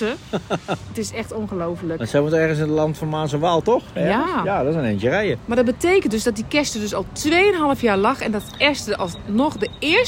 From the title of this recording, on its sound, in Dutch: Live Vanuit De Efteling